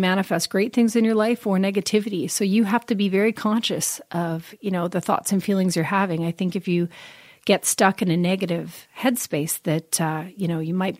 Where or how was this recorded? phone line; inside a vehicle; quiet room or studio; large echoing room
quiet room or studio